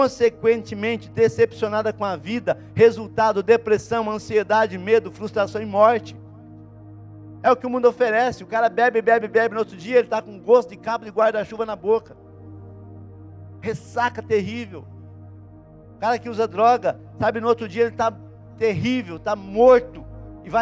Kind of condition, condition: setting, large echoing room